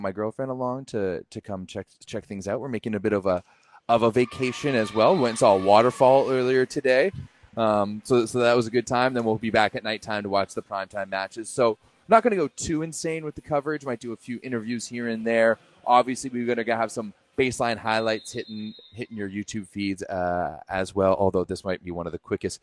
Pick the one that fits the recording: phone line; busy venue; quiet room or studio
busy venue